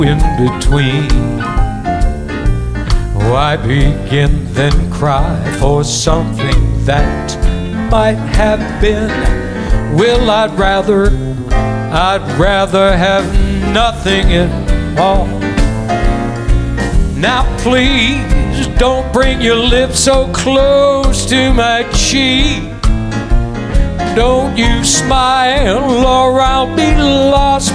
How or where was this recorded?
busy venue